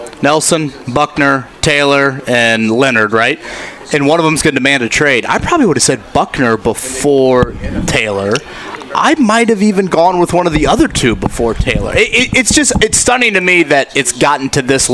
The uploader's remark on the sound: Live at The Drama Club aka Colts Camp! LIVE FROM COLTS CAMP!